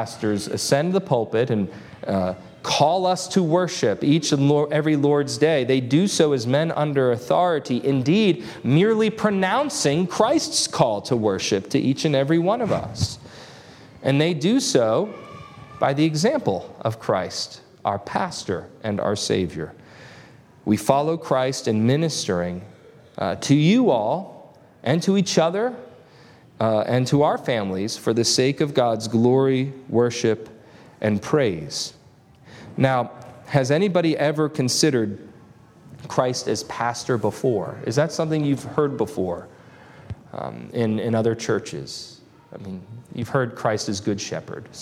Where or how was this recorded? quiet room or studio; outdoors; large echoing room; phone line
large echoing room